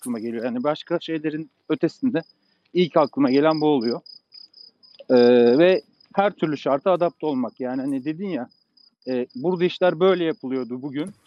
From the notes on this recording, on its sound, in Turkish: Agile Walks. Yürüyüş yaparken Agile sohbetlerini kayıt altına aldıkları keyifli bir podcast serisi.